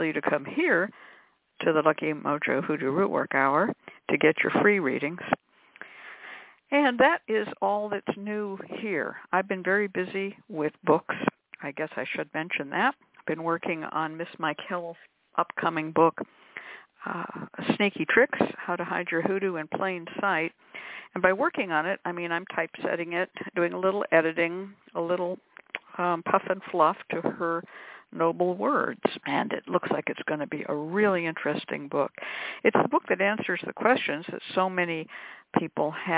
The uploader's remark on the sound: a real, live call-in show